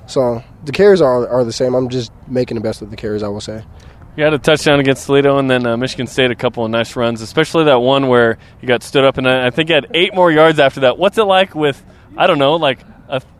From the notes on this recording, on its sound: It's Gameday in Provo, Live from Lavell Edwards Stadium.